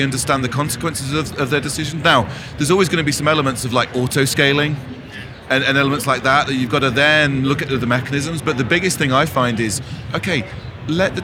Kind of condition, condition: setting, busy venue